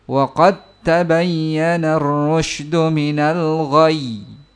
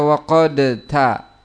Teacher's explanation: dal sukun menghadapi ta, sehingga diidghamkan secara kamil sempurna kepada ta · Shown in: first take